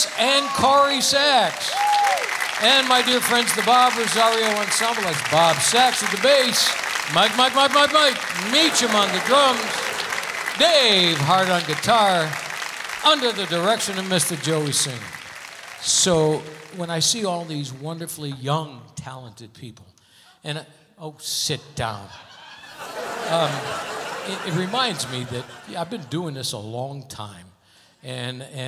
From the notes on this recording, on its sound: Live at the SouthPoint Casino